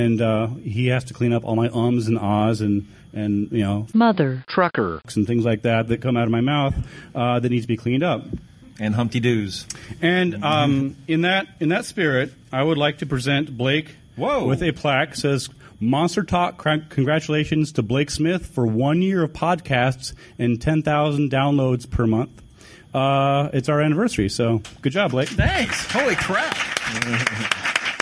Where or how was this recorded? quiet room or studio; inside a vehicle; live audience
live audience